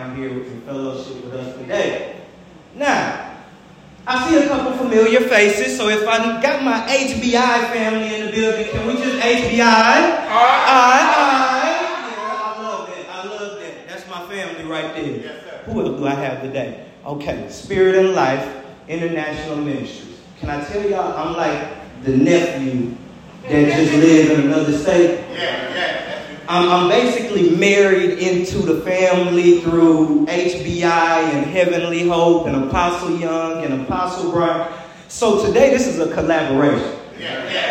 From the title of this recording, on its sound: LIVE from Spirit & Life International Ministries!